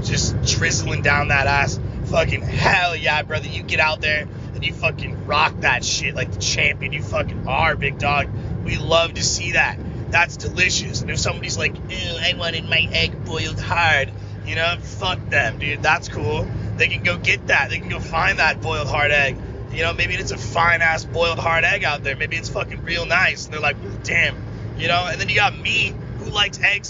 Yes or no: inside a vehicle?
yes